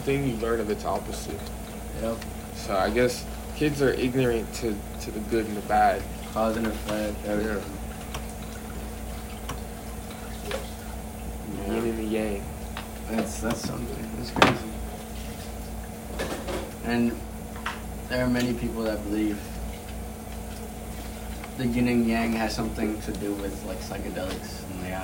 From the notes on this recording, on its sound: WARNING: a lot of background noises.